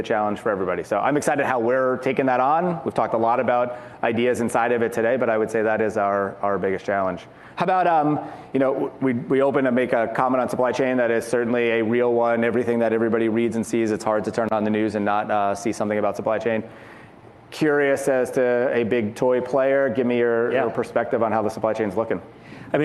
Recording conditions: busy venue